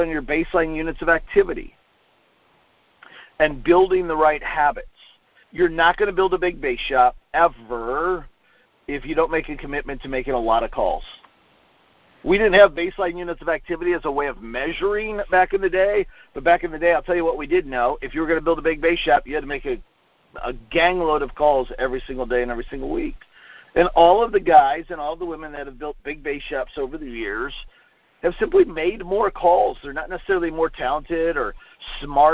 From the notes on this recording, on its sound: Conference call recorded on 2/1/19.